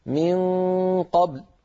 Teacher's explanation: الأمر الثاني أن نبين اللام، بعض إخواننا يقلقل الباء ولكن لا تسمع منه اللام، تسمع آخر شيء منه الباء، يقول أحدهم من قبل وكأن اللام لم تعد موجودة أو خرجت ضعيفة جدا.